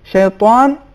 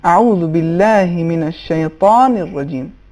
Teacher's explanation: کیا کلمہ شیطان، چھوٹی سی غلطی اس میں یہ تھی کہ حرف طا اس میں صفت استعلاء ہے · Shown in: second take · اس میں معمولی سی آواز واو کی آ رہی تھی